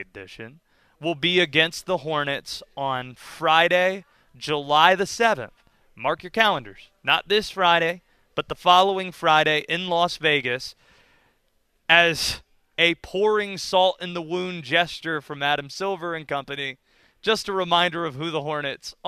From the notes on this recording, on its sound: live from the NSMA Awards